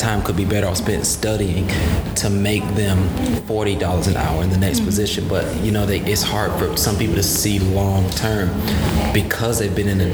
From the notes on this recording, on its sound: Live from the 2019 TRIO Fall Conference.